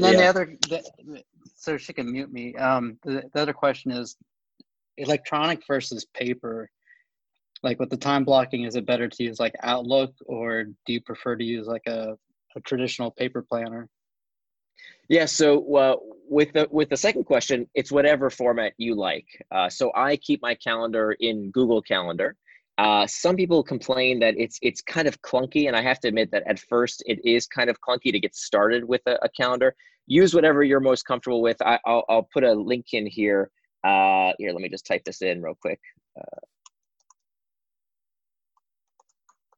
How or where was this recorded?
video call